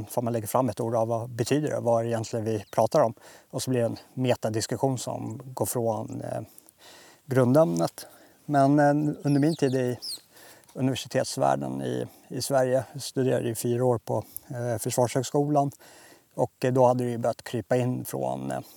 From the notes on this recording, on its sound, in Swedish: Befinner mig just nu i Krugerparken och arbetar med att skydda djurbeståndet från tjuvskyttar, och framförallt då noshörningarna. Bara 15 minuter efter att jag avslutade den här inspelningen såg det tomma fältet jag satt på ut såhär.